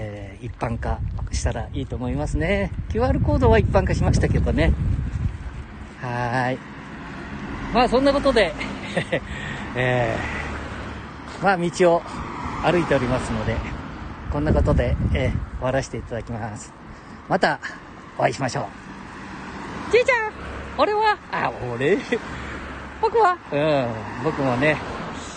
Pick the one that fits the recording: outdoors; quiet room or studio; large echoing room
outdoors